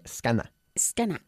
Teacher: La ER final en inglés se pronuncia como una A